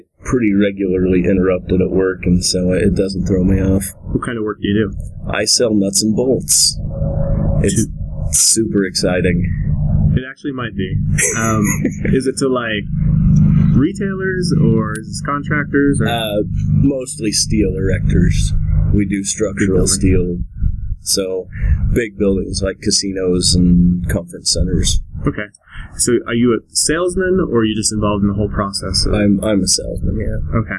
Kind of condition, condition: setting, outdoors